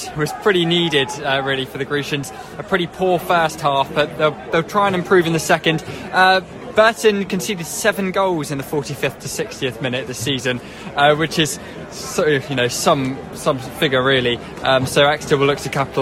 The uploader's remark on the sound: commentary from St James' Park